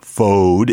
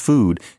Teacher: what was pronounced O changed to oo, and therefore what is spelled fode is now pronounced food